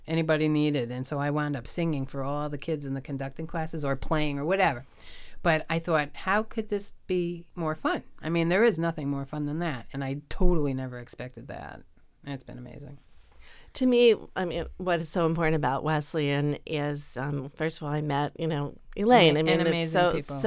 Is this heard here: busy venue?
no